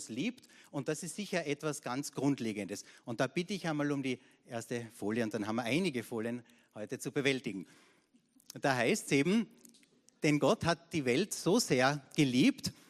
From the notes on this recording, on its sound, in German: Gottesdienst live aus der LIFE Church Wien.